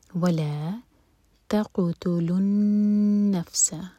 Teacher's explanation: قاف پر قلقلہ، نون پر غنہ